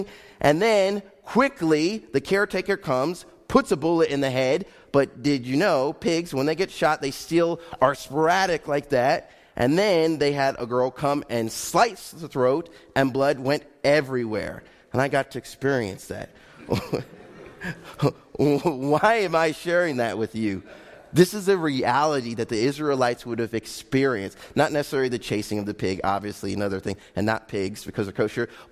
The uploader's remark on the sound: Faith Baptist Church in Hamilton, NJ.